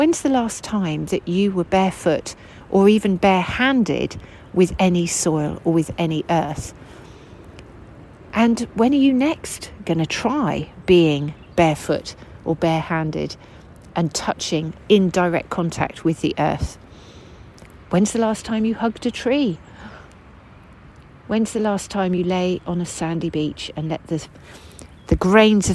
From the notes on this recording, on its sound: Recorded whilst laying on the ground under the trees at Westonbirt.